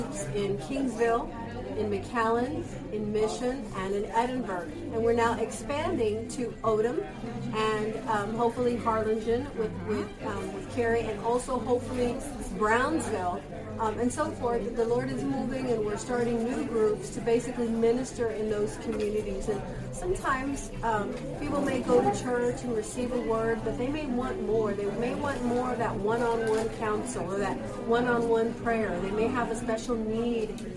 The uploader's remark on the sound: Please excuse the background noise. This is the only place we could meet.